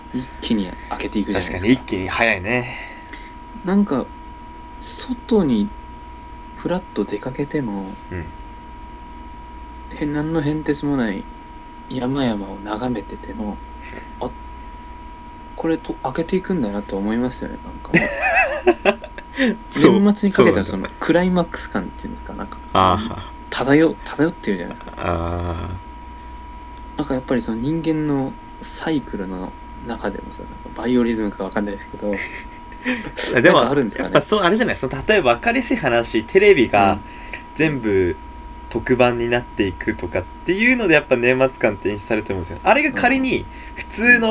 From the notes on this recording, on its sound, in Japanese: 雑音にご注意ください。